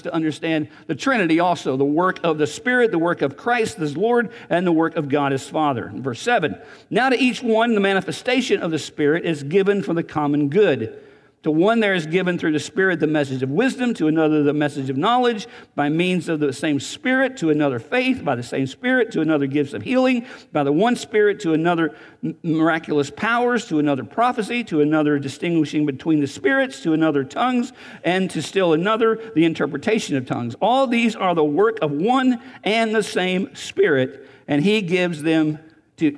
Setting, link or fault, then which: setting, large echoing room